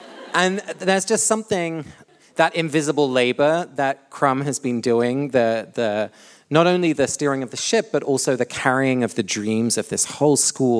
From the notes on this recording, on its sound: Live from London. This week we come to you live from our London show.